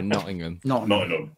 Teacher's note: We don't do T's here. We just go Nottingham. · Term: glottal stop